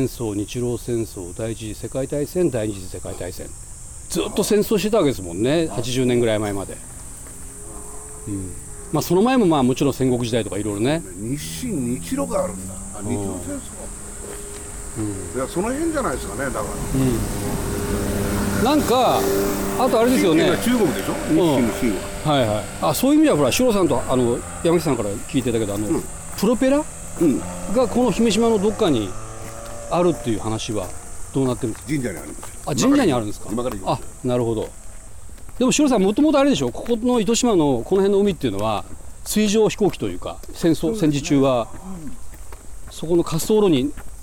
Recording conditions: outdoors